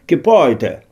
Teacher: Па-нямецку павінна было быць нешта на кшталт «кіпойте». «Г» прыглушаная як «к», «б» стала як «б» «п» і гэтак далей.